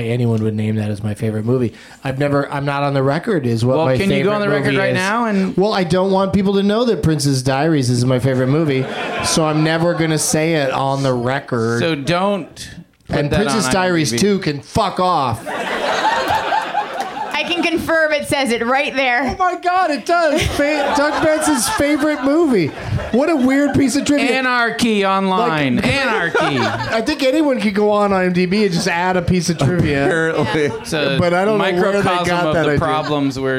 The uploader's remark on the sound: Live from the UCB Franklin in LA